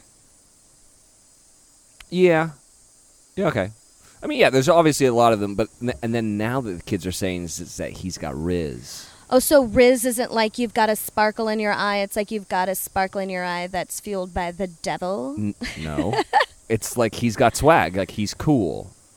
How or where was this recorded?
outdoors